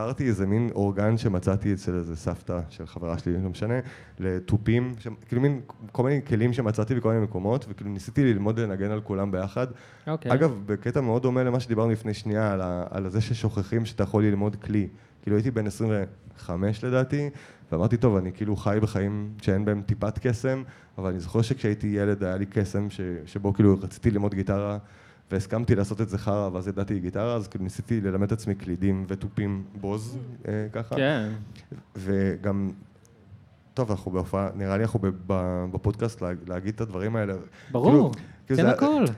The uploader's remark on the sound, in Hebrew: פודקאסט לייב!